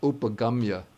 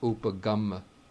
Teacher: the Y gets assimilated, turned into the preceding consonant · Shown in: second take · So upagamya turns into upagamma.